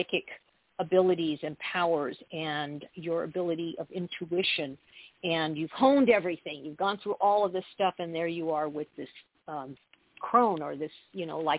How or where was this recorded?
phone line